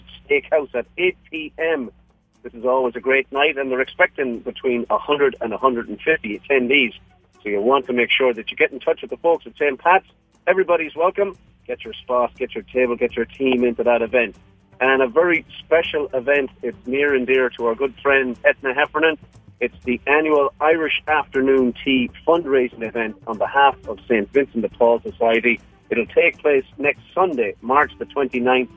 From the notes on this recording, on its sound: The lads call in from sunny Florida